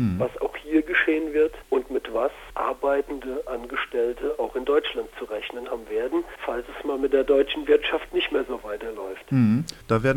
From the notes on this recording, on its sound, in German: Telefoninterview